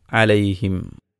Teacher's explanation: അലൈഹിം എന്ന് പറയുമ്പോൾ ചുണ്ട് പരസ്പരം ടച്ച് ചെയ്യുന്നു, പൂട്ടുന്നു.